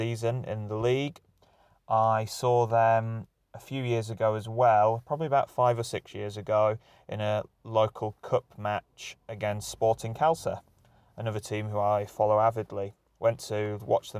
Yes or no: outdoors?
yes